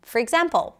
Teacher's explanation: I turned the or in the word for into a schwa